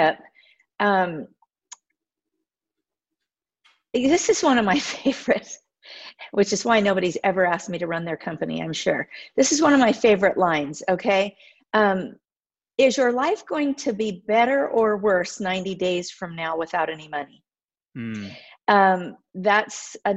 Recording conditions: video call